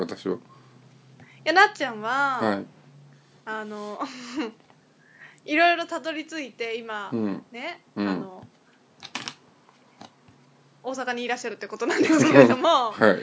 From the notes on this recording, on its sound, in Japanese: ラジオ久々収録で 前半かなりぎこちないです汗。PCが不調なのか編集がもしかしたら荒くなっているかもしれません。